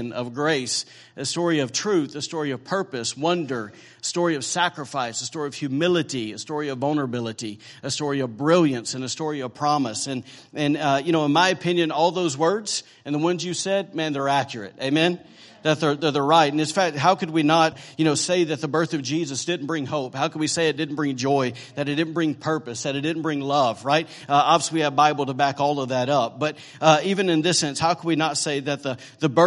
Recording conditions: large echoing room